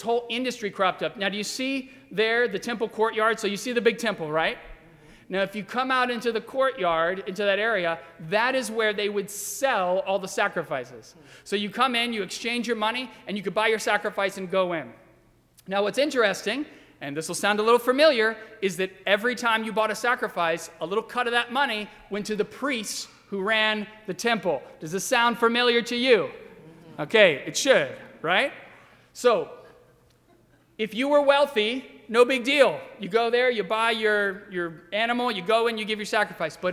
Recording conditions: large echoing room